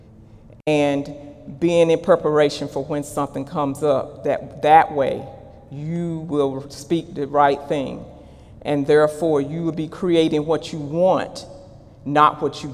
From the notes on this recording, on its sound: During Sunday morning service on May 20, 2018.